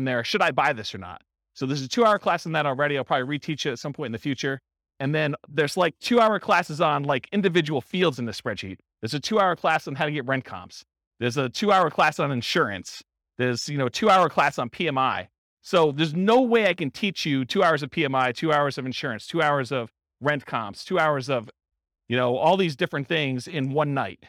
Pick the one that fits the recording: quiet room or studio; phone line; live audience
live audience